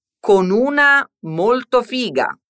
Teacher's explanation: Non dimenticate di unire la N finale di con alla U dell'articolo una